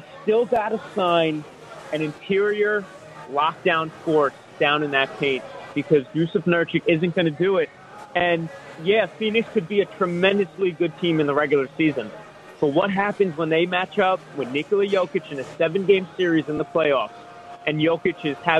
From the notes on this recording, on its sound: "Live" from #SteinersPub in #LasVegas